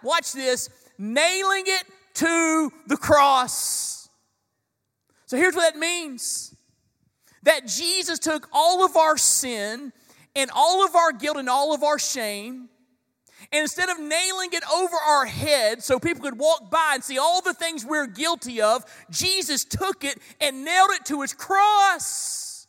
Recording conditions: live audience